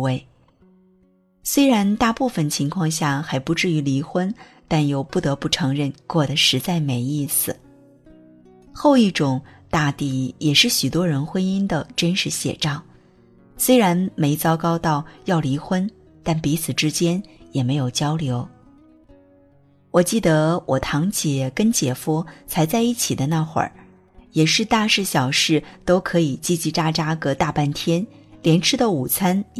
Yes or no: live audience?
no